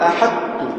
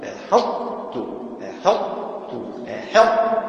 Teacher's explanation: إدغام الطاء في التاء مع بقاء صفة الإطباق في التاء · Shown in: second take · أحط إذا قرأتها دون إطباق أحدت لا يظهر كامل ولا يصح، لأن الطاء لها مزية وقوة لا بد أن تبقى قوتها، أحدت عند السكون تطبق، عندما تنطق بالتاء الساكنة لا تنطقها تاء، إنما تنطق طاء غير مقلقلة. · Term: الإدغام الناقص